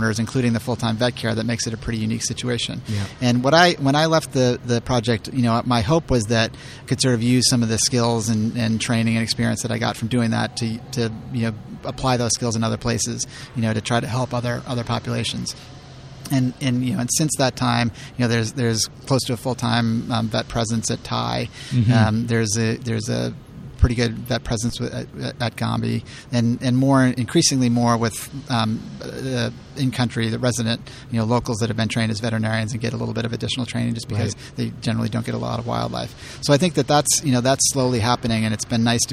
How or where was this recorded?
busy venue